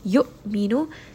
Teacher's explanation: Hamza here, meaning that you are going to just give it a little bit of that abruptness, that abrupt sharpness when you stop on this letter